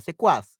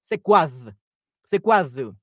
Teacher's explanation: Latin America, no, we don't care about the z. We only say s. · Shown in: first take